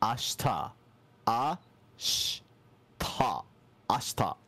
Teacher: Yeah, did you all notice that, like, he kind of didn't really pronounce the she there? It's like, instead of ashita, it's ashta. · Term: high-vowel devoicing